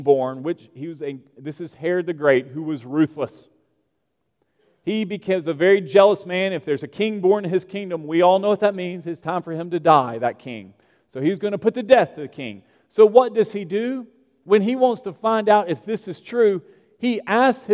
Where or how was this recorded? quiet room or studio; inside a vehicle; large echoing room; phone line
large echoing room